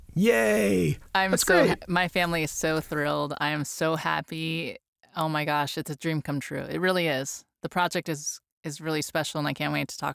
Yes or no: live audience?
no